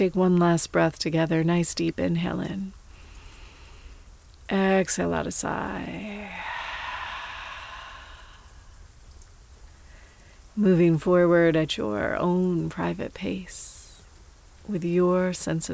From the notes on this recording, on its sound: I wrote this meditation alongside the perfectly captured thunderstorm